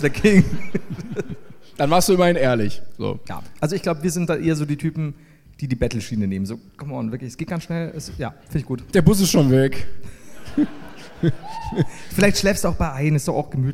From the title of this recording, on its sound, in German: LIVE in Wien